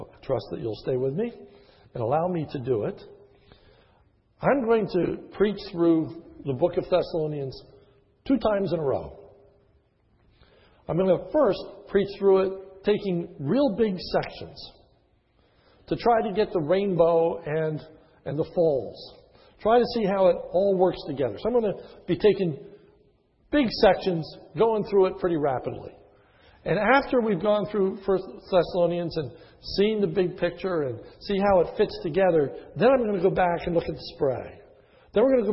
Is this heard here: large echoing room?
yes